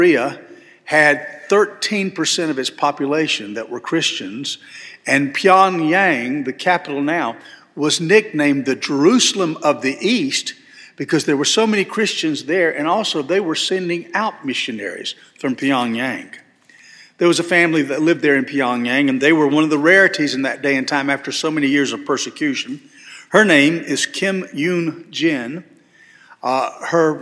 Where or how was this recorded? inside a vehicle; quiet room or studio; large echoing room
large echoing room